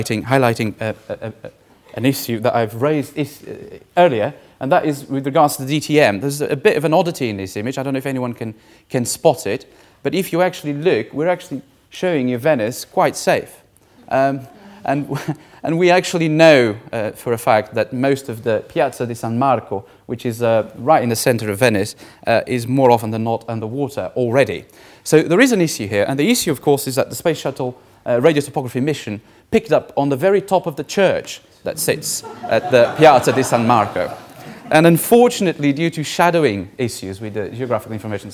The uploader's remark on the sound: Third presentation of the fifth session (Vulnerable people and places 1) of the 4 Degrees international climate conference